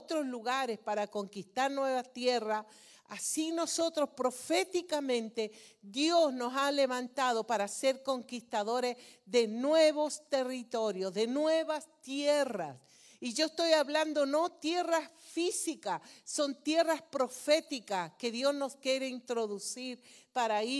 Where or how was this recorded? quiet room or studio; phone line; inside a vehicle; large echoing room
large echoing room